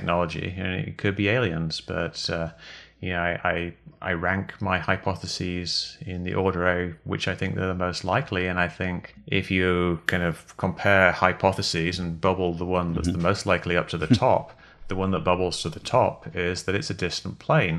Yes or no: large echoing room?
no